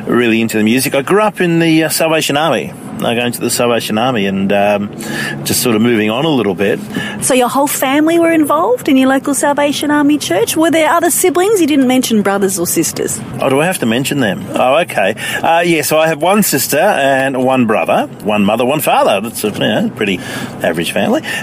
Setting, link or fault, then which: setting, inside a vehicle